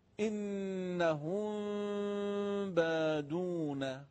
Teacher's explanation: اینجا هم تقریبا همون حالته، وقتی میم ساکنه ما به حرف با برسه قاعده میشه اخفا، اخفا همراه با غنه دو حرکت کشش، و نحوه اجراش هم همون جوریست، یعنی میم رو ناقص میگیم، لبها رو به هم نمیچسبونیم · Term: اخفاء میم ساکن